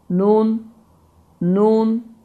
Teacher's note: Və qeyd edim ki, nun hərfi ğunnə hərflərindəndir. Yəni, burun boşluğundan və havanın burundan çıxması ilə deməli, tələffüz olunan hərflərdən sayılır. Və nun hərfinin məxrəci, yenə bir daha təkrarlayıram, dilin ucu yuxarı kəsici dişlərin kökünə dəyərək Azərbaycan əlifbasında olan n səsinin çox-çox incə formasıdır. · dilin ucu yuxarı kəsici dişlərin kökünə dəyərək Azərbaycan əlifbasında olan n səsinin çox-çox incə formasıdır. Yəni, bu formada tələffüz olunur.